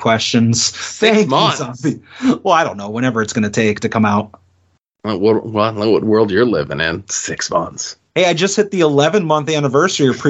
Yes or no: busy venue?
no